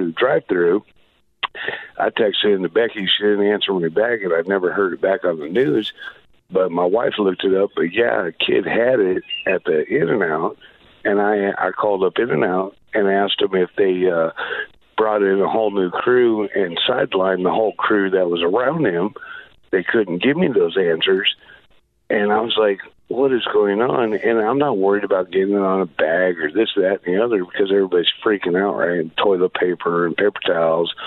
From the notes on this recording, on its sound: Answering a listener’s call